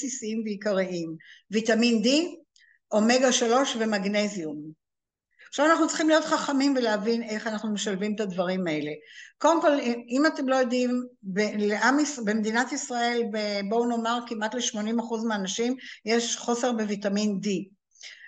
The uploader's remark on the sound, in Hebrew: הקלטה של הרצאת זום